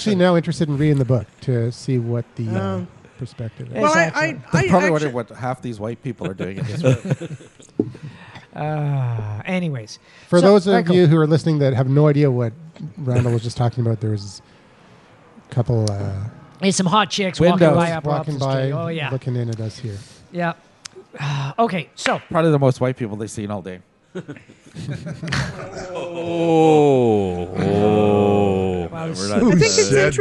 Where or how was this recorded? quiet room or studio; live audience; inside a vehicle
live audience